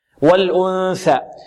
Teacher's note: النون هنا التي قبل الثاء حكمها ماذا؟ الإخفاء، وفيها غنة، فيها غنة، تضبط، يضبط زمن الغنة بالتلقي والمشافهة.